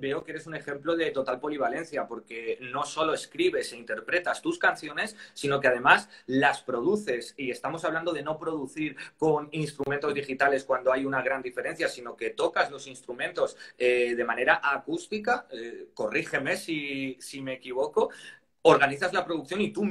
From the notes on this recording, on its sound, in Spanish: entrevistas realizadas en directo a través de la cuenta de Instagram